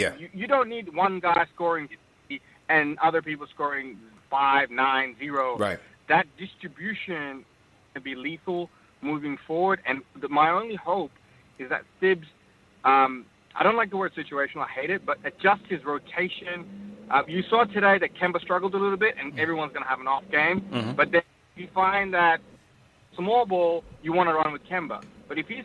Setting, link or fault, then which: link, phone line